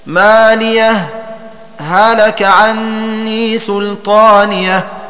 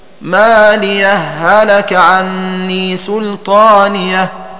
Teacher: أن يسكت القارئ على هاء مالية سكتة خفيفة من غير تنفس في حال وصلها بكلمة هلك · Shown in: first take · هكذا مالية هلك عني سلطانية. · Term: الإظهار